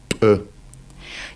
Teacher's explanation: При произношении осетинского П органы речи принимают такое же исходное положение, что и при произношении русского П, то есть смыкаются губы, но при этом губы прижимаются друг к другу сильнее, образуя более энергичный затвор. Одновременно предельно усиливается давление находящегося в полости рта воздуха на затвор.